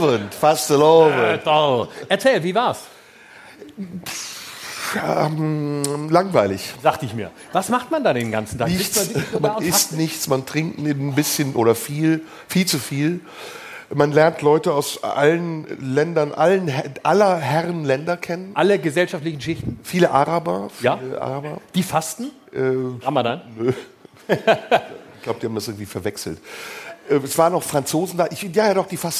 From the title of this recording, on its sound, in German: Live im Tipi